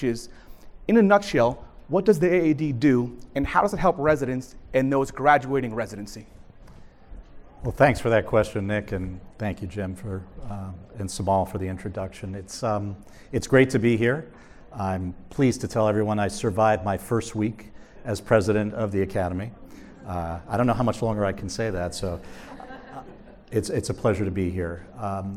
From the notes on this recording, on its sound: Recorded Live at the Real World Dermatology For Residents Conference in Las Vegas, NV. In front of a live audience from the Real World Dermatology For Residents Conference at the Sahara Hotel and Casino in Las Vegas, NV.